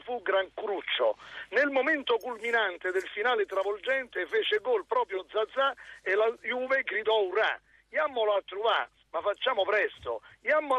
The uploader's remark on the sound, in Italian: al telefono